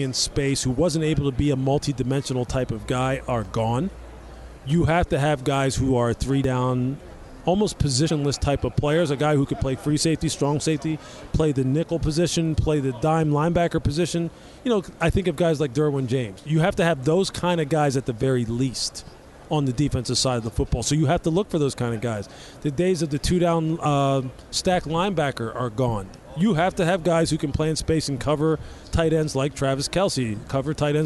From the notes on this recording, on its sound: Extra Point live from Super Bowl Radio Row.